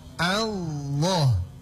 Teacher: sebut ringan huruf A, lalu lamnya ditebalkan dengan cara menaikkan pangkal lidah.